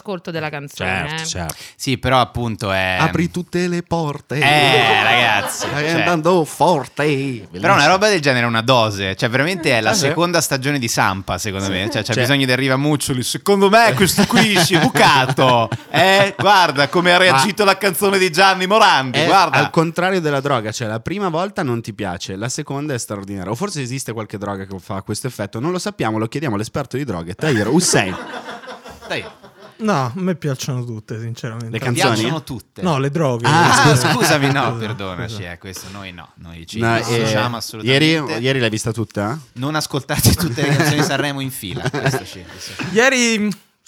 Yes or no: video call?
no